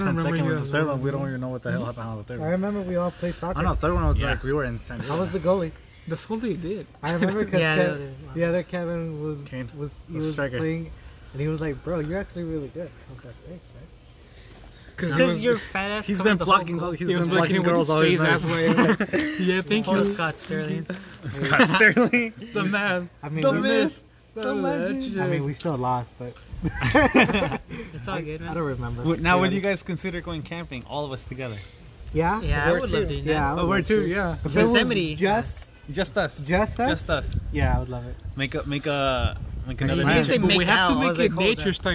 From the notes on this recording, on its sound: We sit outside and record an episode